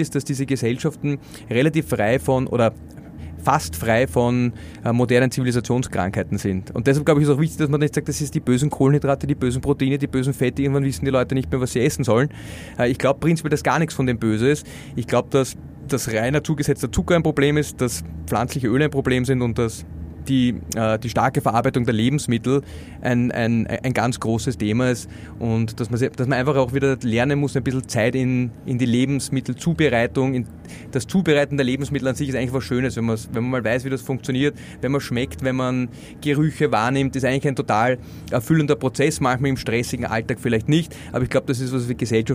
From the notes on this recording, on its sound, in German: In unserer Live Aufnahme am 4Gamechangers Festival.